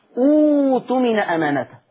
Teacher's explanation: اذا اجتمع همزتان الاولى همزة وصل، خلي بالك، والثانية همزة قطع ساكنة، اذا اجتمع همزتان الاولى همزة وصل والثانية همزة قطع ساكنة فتبدل الهمزة الثانية اللي هي همزة القطع الساكنة من جنس حركة همزة الوصل